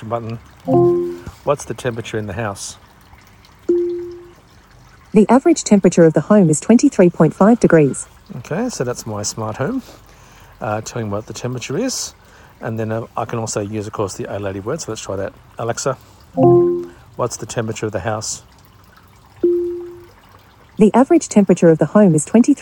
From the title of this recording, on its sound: coming to you live from my backyard